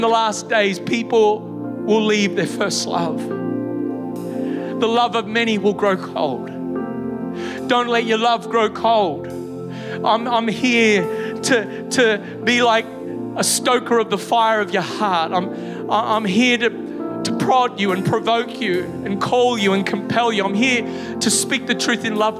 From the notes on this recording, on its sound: Originally Recorded at Neuma Church Melbourne City